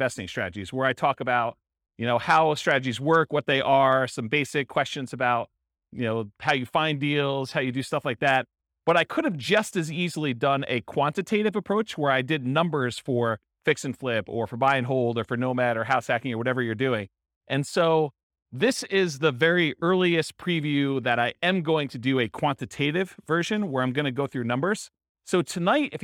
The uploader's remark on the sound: This was a live class recorded. In Wilmington, Delaware.